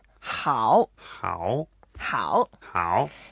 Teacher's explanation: 好, it's a third tone. You need to go down first down, and then up.